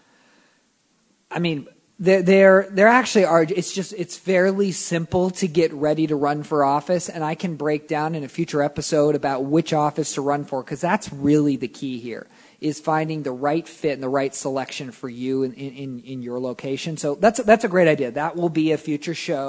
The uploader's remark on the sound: broadcasting live from KFI's 2016 Pastathon!